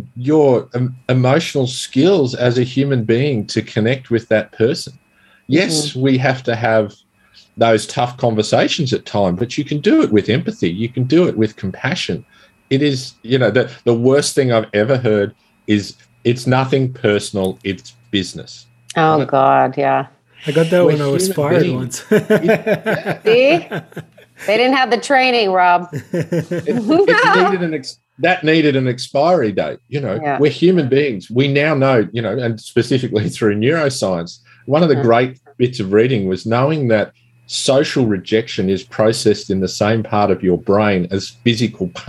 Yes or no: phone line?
no